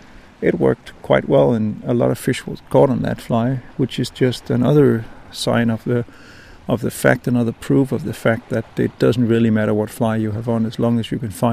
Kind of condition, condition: setting, outdoors